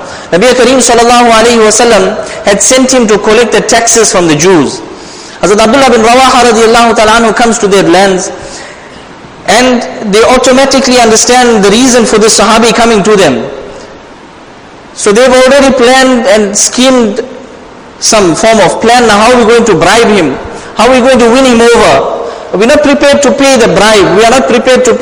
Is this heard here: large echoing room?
yes